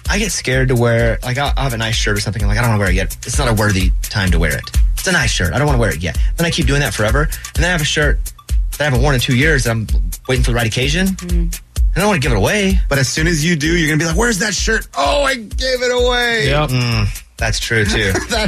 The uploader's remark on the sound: He called into the show